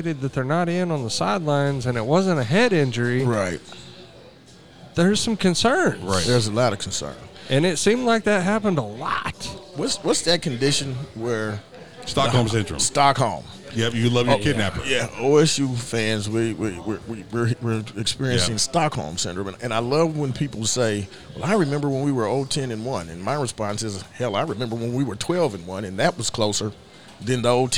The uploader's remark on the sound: from Neds Starlight Lounge in Oklahoma City